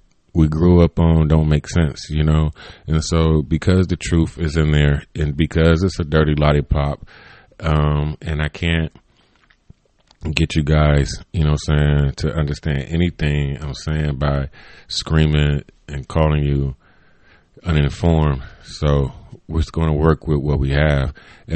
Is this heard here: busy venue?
no